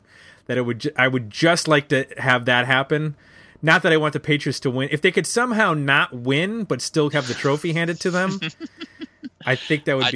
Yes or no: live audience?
no